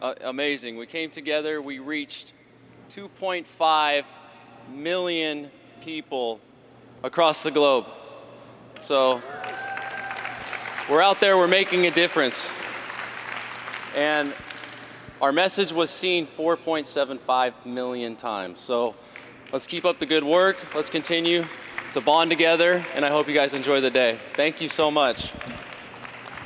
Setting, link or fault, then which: setting, busy venue